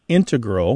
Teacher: You mainly hear integral with the stress on the first syllable among mathematicians and specialists in scientific fields that use a lot of math.